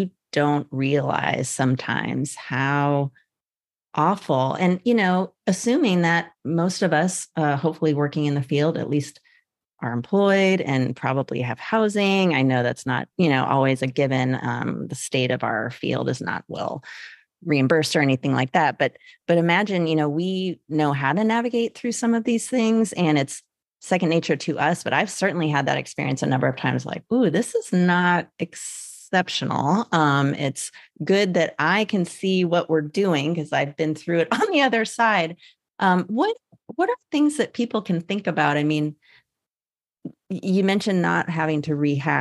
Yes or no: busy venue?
no